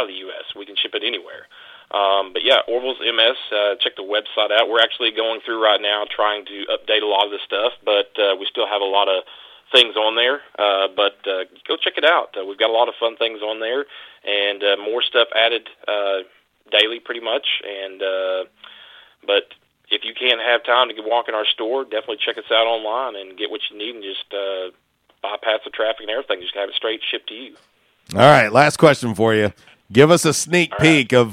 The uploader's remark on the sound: LIVE on the Back In Action Hotline. On RWRC Radio on 95.3 The Ticket/AM-970, Ritter Communications Tubetown 21!